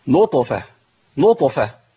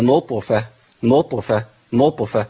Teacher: المبالغه في القلقله عند نطق الطاء الساكنه · Shown in: first take